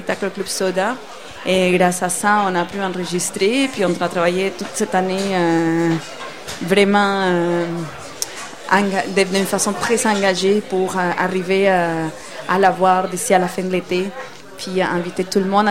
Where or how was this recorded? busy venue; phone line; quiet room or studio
busy venue